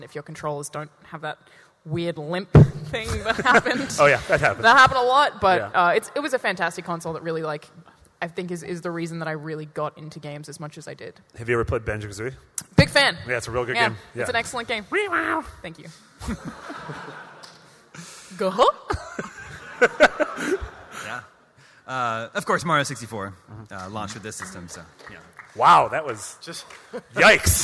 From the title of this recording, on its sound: IGN's PAX East 2016 Panel